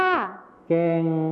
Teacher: คำว่าแกว่งในภาษาไทยมาตรฐานจะมีคำควบกล้ำวอแหวนนั่นเองส่วนภาษาไทยถิ่นอีสานจะไม่มีคำควบกล้ำวอแหวนนะคะ